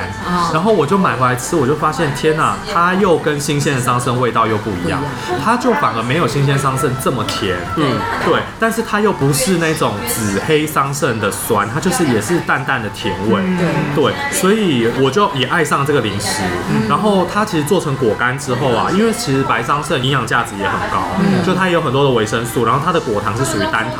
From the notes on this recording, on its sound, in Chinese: 本集白噪音指數：柔風級 3/5。錄音地點： 伊茲密爾土耳其廚房 Izmir Turk Kitchen。